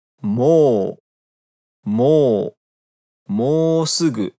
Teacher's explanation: Bem, aqui tem um pequeno ponto de atenção especial na parte do mo. Você estica o som do mo. Mo, mo, mousugu, ok?